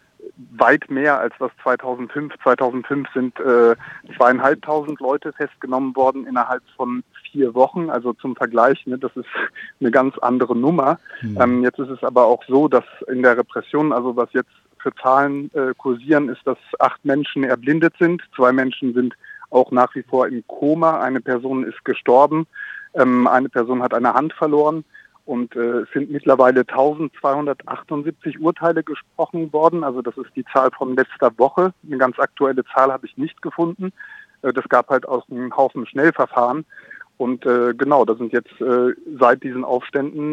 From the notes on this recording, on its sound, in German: Hört am Telefon einen Menschen